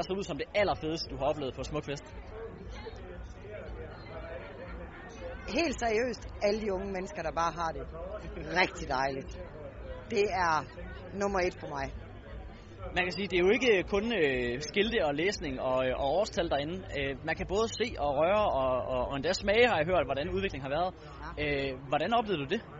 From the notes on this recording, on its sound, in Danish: Live fra Smukfests Ambassade på åbningsdagen.